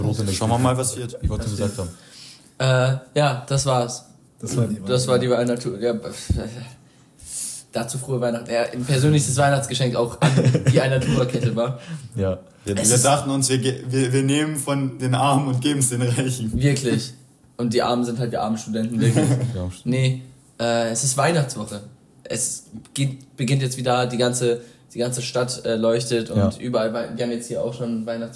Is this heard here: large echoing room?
no